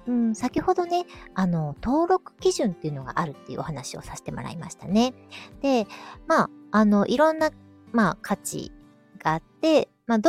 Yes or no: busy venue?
no